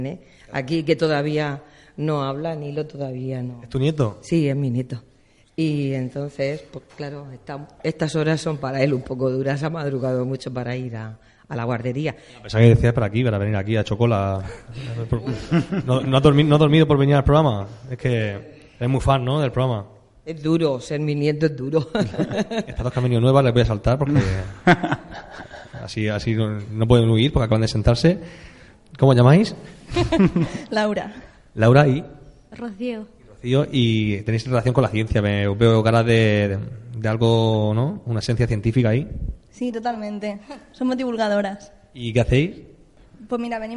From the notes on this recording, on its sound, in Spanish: Programa en directo grabado en la Biblioteca Regional de Murcia. Con el público en directo.